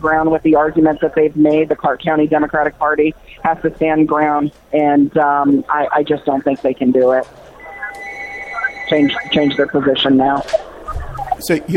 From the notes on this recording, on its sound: Live report from NV Democratic convention, Cashman Center.